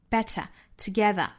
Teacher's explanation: 那我们注意这里面的 t 呢都是爆破送气的 t